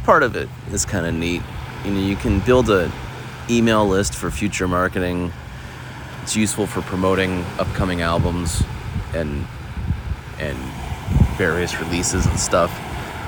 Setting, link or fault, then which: setting, outdoors